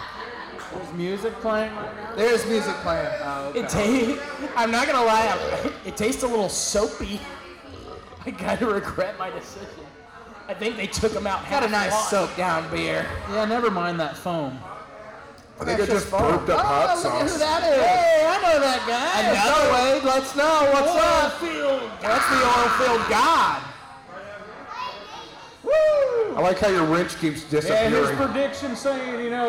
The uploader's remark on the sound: Host the first ever live audience recording, so audio isn't perfect but not bad for our first go.